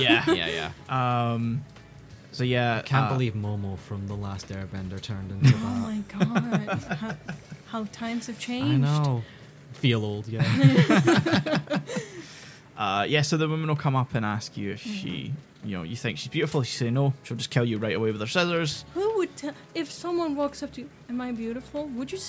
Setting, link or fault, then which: fault, background noise